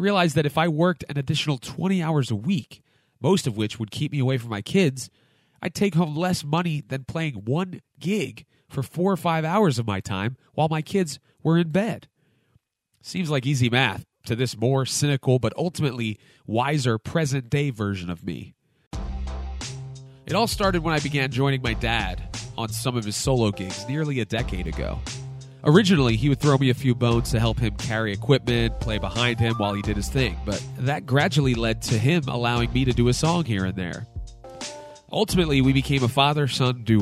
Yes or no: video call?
no